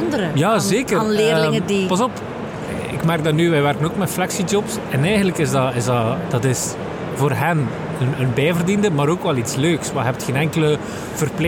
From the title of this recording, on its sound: Horeca Expo Live